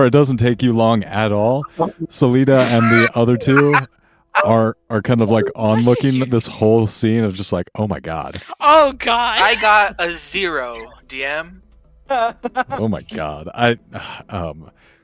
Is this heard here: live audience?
no